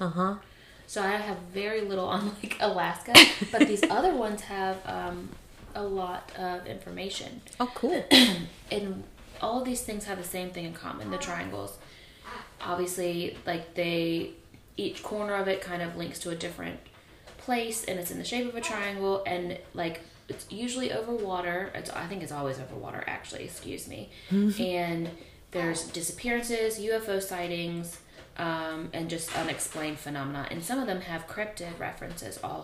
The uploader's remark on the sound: Thanks so much for bearing with us in regards to extra sounds in the background